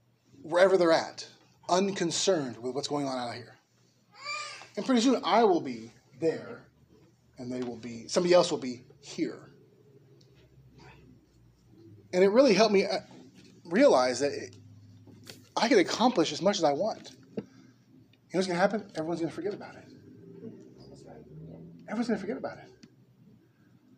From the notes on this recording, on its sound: Preached at Liberty Baptist Church in Norwalk, Ca.